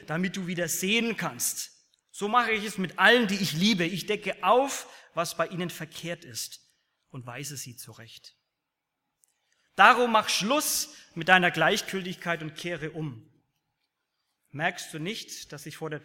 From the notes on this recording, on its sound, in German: aus dem Gottesdienst der Liebenzeller Mission